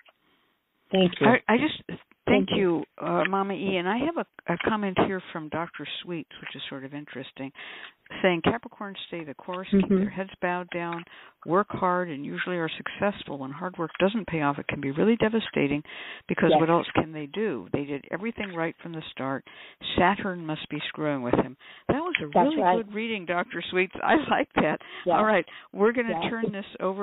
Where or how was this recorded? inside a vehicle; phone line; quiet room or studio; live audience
phone line